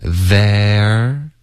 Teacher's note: 舌尖一定要碰到上齿，OK，导致一个摩擦音，不能用一个 z 的音